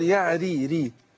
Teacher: أقصد الراء طالما مكسورة ترقق